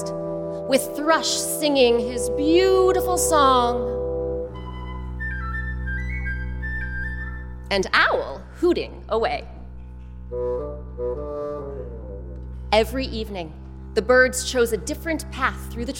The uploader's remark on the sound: Recorded live at Tanglewood with members of the … and an all-star cast.